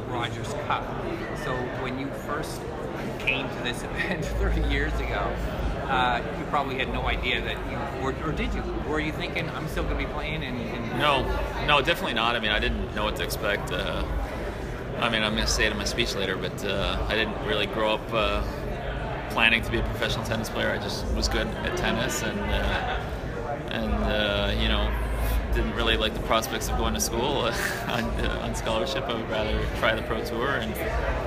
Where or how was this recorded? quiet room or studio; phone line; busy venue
busy venue